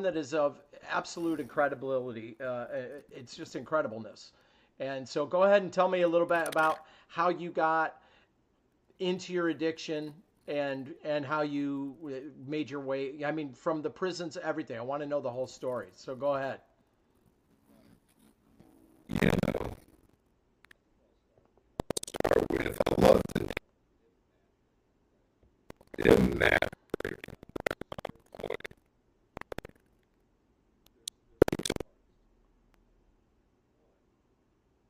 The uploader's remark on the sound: the audio on his connection is inaudible so fast forward to 7 minutes